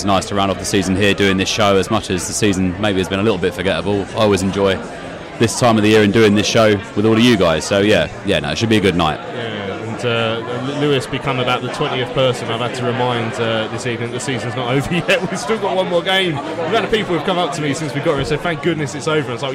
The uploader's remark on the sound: Join us as we record a podcast at the 2022/23 Player of the Year dinner!